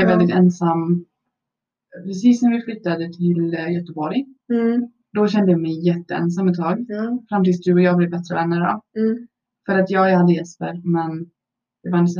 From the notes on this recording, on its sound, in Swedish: Ljudet är inte på vår sida helt enkelt.